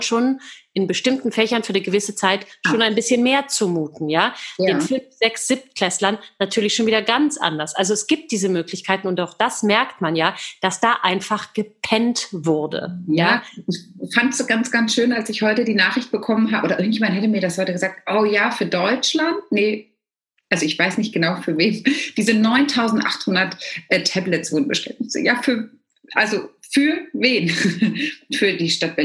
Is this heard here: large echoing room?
no